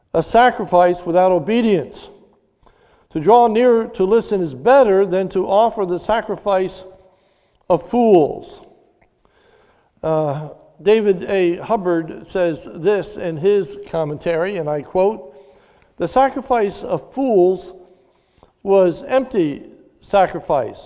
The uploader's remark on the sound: This is a sermon recorded live at the Lebanon Bible Fellowship Church in Lebanon, PA during the evening service on 03/07/2021